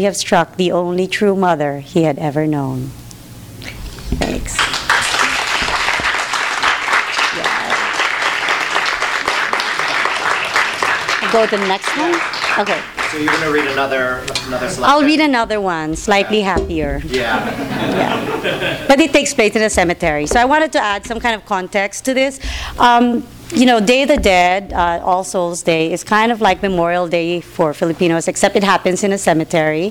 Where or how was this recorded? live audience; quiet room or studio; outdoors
live audience